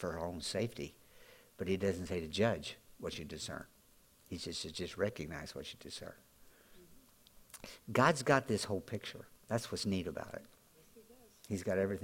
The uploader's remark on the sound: Audio podcast from Grace Church